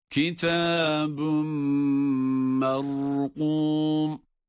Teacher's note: Mime itham edildiği için tenvin, şeddeli mim gibi okunuyor.